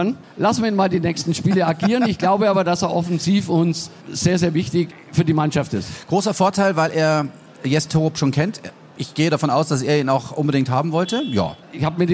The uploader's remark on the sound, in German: Live von der Afa in Augsburg.